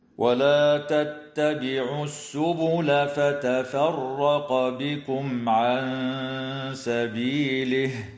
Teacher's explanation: تفخم الراء في كلمة فتفرق لأنها مفتوحة، وتظهر الميم الساكنة عند العين في قوله تعالى بكم عن